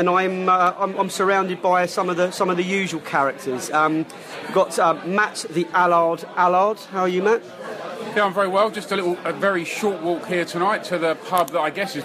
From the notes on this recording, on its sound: Canaries pre-match Podcast from the Pub. This week's podcast was recorded deep, deep in THUGBY territory, but thanks to the staff at The Cabbage Patch in Twickenham for thief excellent hospitality.